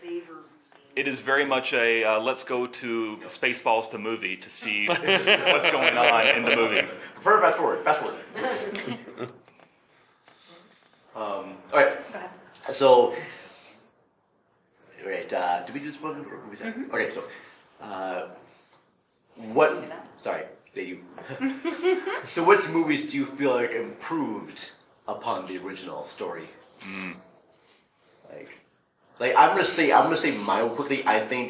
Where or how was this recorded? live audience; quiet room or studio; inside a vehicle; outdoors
live audience